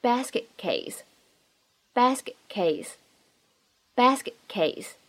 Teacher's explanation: 当 basket 和 case 放在一起的时候呢，可以有一个失去爆破 · IPA: /ˈbæs.kɪt//keɪs/